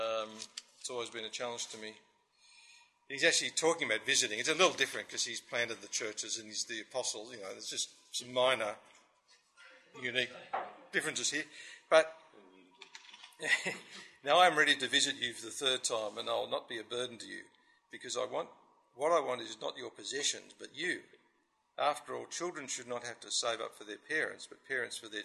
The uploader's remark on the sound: This audio was recorded as part of The Geneva Push's 2012 conference for network coaches.